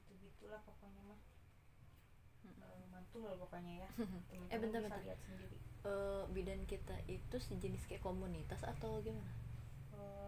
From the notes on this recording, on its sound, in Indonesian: Sebelumnya saya mohon maaf karena audionya kecil jadi harus pakai earphone huhu.